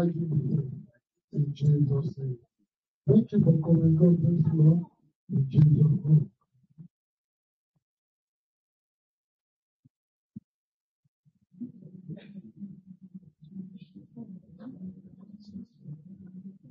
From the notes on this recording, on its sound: On Telegram LIVE. Sound goes off, jump to next timestamp. Most apologies for the sound. On this day the new Office eMeet 3 was being used. This was supposed to turn the AI (Artificial Intelligence) sound off.